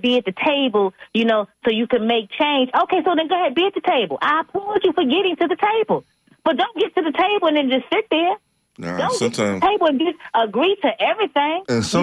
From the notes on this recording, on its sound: unique magazine format call-in show